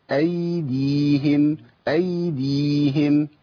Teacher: ياء لين، ياء لين بيمشي فيها الصوت شويه، ايديهم، والياء اللي بعديها برضو ياء لين، ياء ماديه. يبقى عندي زمن الياء الاولى اقل من زمن الياء الثانيه، لان اللين اقل من الحركات، اقل من حركتين.